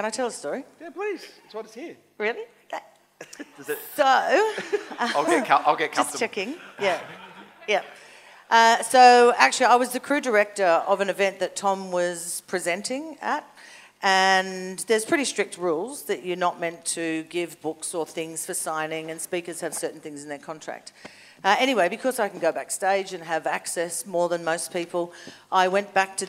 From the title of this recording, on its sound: LIVE AUDIENCE